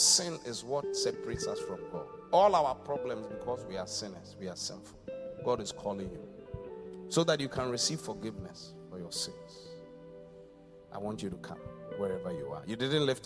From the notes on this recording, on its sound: Preached at The Qodesh